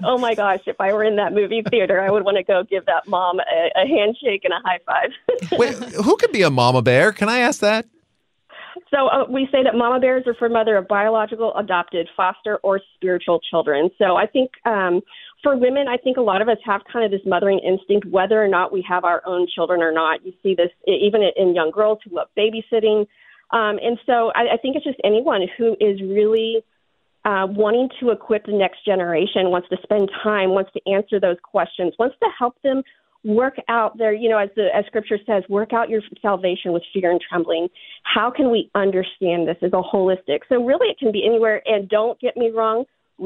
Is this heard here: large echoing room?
no